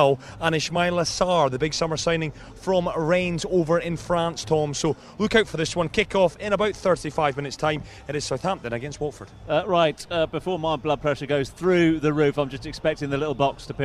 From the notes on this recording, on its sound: From the rooftop garden of Barasti